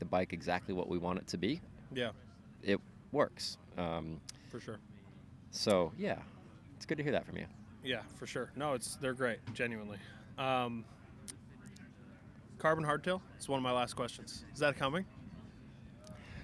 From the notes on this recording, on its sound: Today we’re taking the OOC outside at Seaotter for our sitdown.